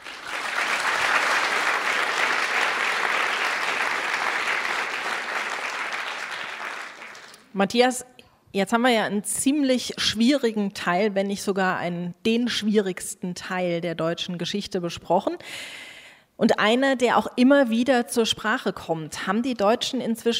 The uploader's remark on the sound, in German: live aus dem Gloria Theater Köln